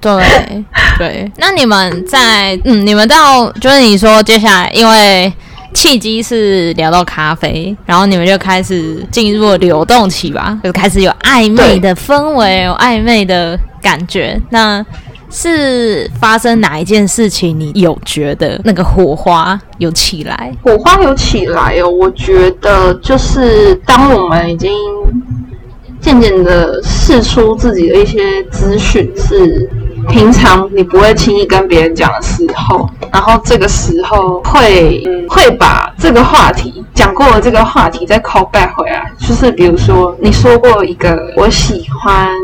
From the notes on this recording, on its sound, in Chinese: 本集音質直接大爆走我真的很抱歉